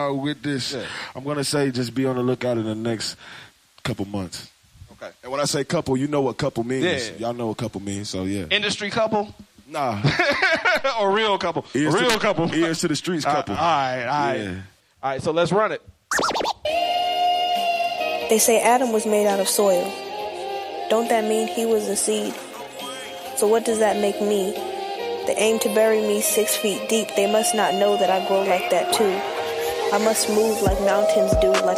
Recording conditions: busy venue